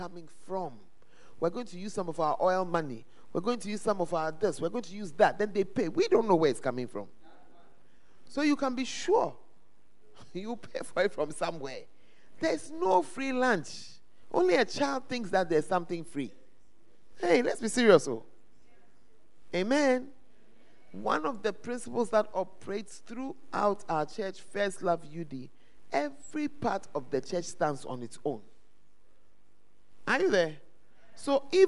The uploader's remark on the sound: Preached At The Great Commission Camp, Ofoase Kokoben